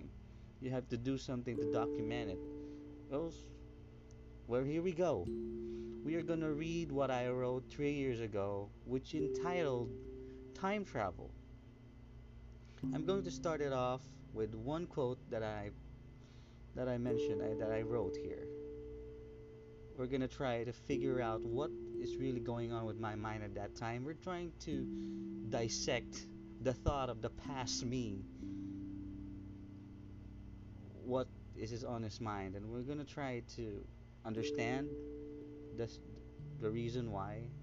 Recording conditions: uneven or low level